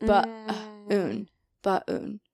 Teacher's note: He's replacing the liquid with a vowel.